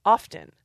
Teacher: But what we're seeing right now is what linguists would call a spelling pronunciation, where because the spelling still has the T, people say, oh, it's sloppy speech to leave the T out. And the T is coming back in, particularly in careful speech